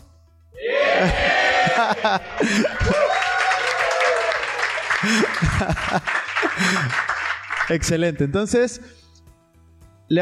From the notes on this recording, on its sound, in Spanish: En este episodio respondemos en vivo todas las preguntas hechas en el Taller de Inteligencia Financiera.